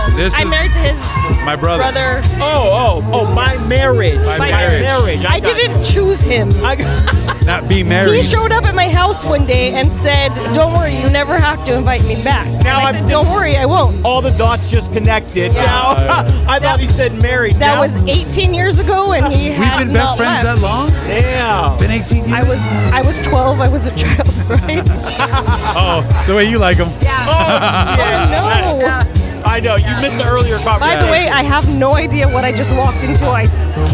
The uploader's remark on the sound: Live from Rally in the Alley at Born Free Cycles